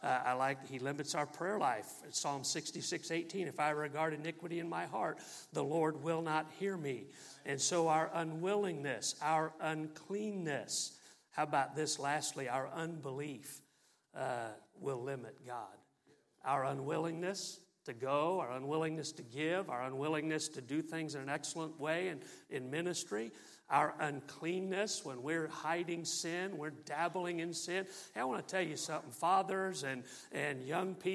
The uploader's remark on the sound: MULTIPLY Conference. From the pulpit of Calvary Baptist Church on November.